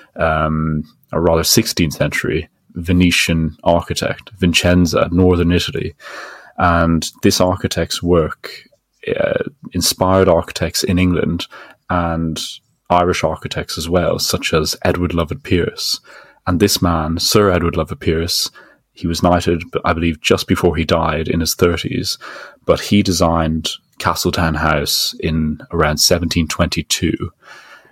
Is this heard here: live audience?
no